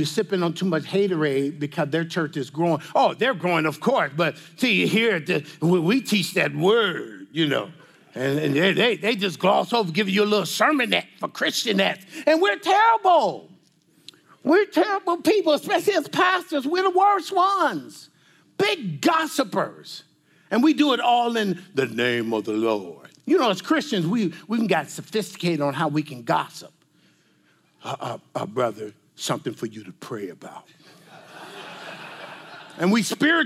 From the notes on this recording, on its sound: This message and panel discussion is from the 2022 CGN Pastors and Leaders Conference, held in the serene backdrop of Costa Mesa, California